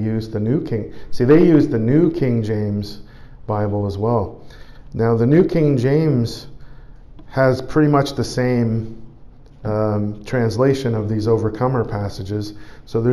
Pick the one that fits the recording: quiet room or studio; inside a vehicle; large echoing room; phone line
large echoing room